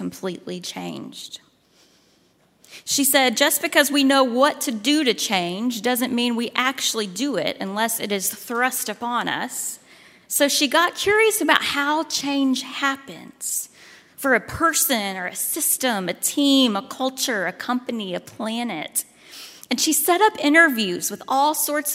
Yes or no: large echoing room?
yes